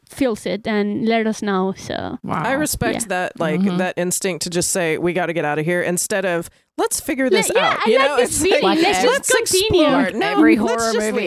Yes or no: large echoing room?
no